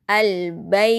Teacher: Kalau dibaca al-baita, bayinya ini sifat lain, bukan mad lain. Tapi kalau diwakofkan al-bait itu menjadi mad lain